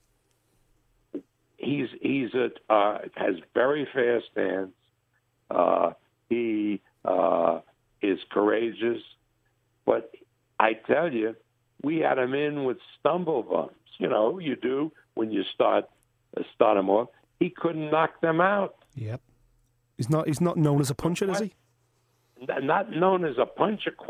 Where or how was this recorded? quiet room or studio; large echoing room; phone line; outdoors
phone line